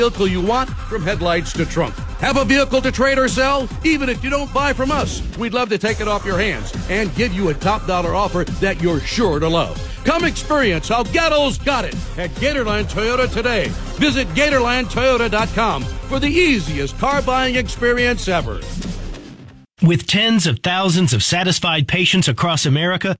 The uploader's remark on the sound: live from the Gainesville Hilton